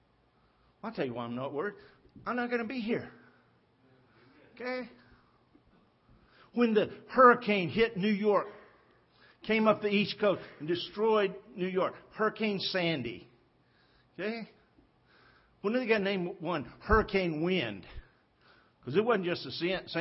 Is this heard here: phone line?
no